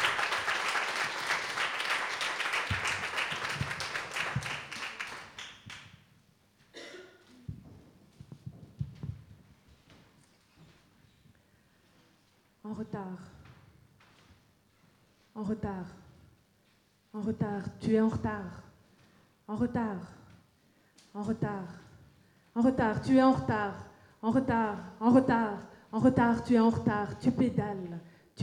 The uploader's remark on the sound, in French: Slam enregistré lors de l'évènement Intersectionnalité TMTC le 28 Juin 2015 au PianoFabriek à Saint Gilles (Bruxelles)